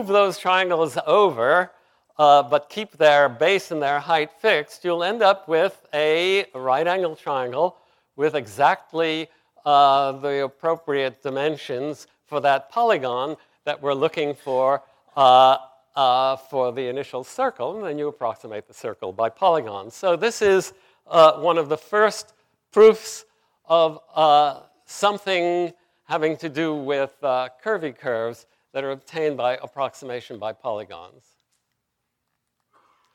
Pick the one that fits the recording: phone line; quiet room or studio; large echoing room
large echoing room